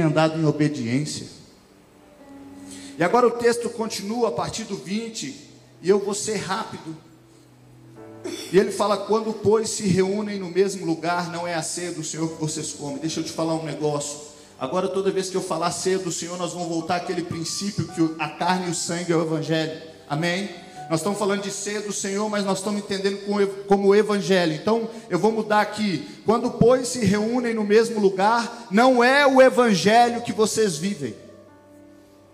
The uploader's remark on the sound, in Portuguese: Gravado em: 07 de janeiro de 2020 no TADEL na Igreja Batista da Paz BH